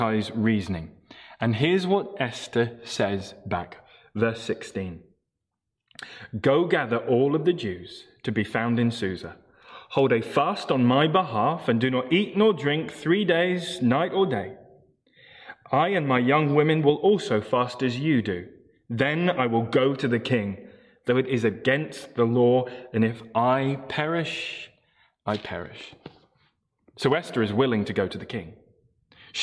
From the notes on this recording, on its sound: Morning Service Live Stream